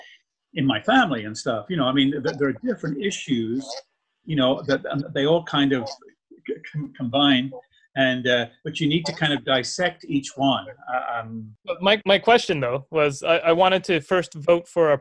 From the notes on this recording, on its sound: This was recorded on Zoom, with the discussion included.